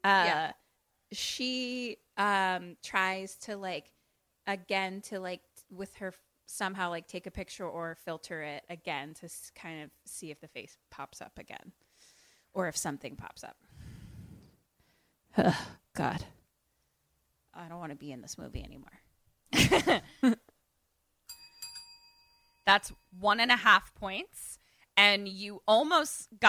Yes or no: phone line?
no